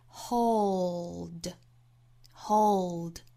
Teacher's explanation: yourself to the same standards you hold your staff.首先我们做英音的语音讲解。那我们来看 HOLD 这个词中间还有字母 L, 这个单词里这个 L 是要发音的发舌侧音 L,所以是 hold, hold.那其实我们可以先发一个 HOLE,发 hole, hole.发好发准了之后再去加最后的的 hold hold 那再跟后面的 yourself 有一个连读同化我们仔细听原声这里面是很清楚的发成了一个指的发音 hold yourself